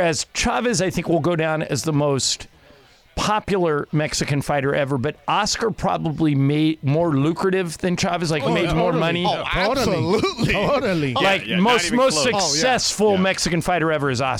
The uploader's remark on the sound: live from Rams Training Camp at UC Irvine!